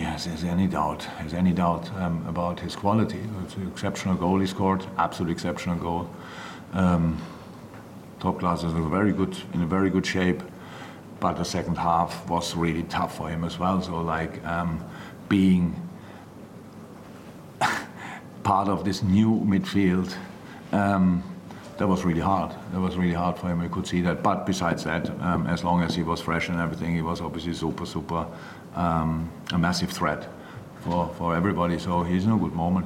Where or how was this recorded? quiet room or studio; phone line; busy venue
busy venue